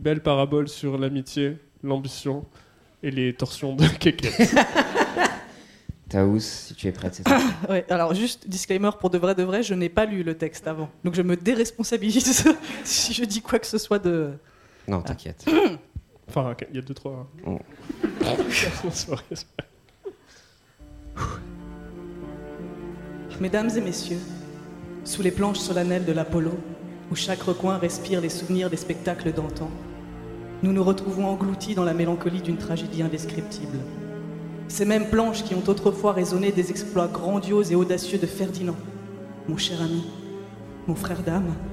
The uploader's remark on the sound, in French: en public